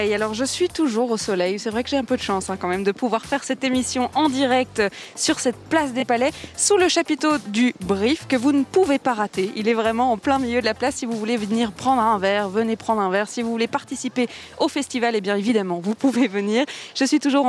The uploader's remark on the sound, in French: aujourd'hui depuis le Brussels Short Film Festival, à la Monnaie